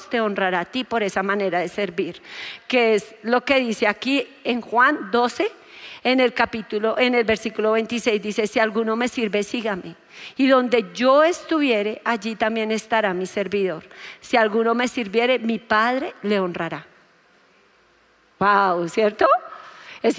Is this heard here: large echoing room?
yes